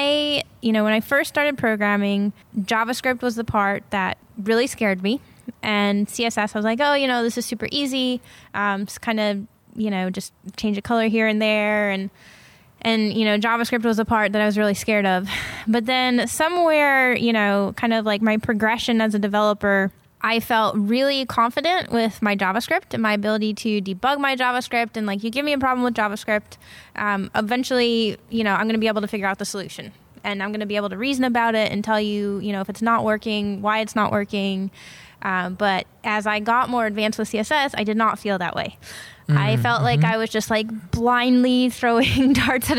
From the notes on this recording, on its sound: on location at Fluent/Velocity